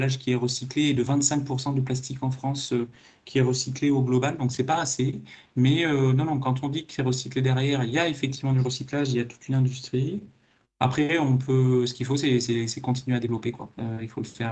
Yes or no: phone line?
no